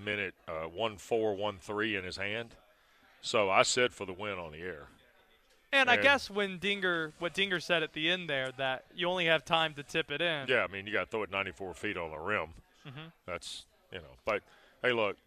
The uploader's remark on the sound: live from the ACC Tournament at the Greensboro Coliseum